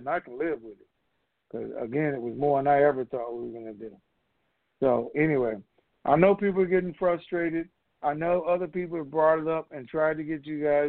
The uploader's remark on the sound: TNTSuperfantastic Conference Call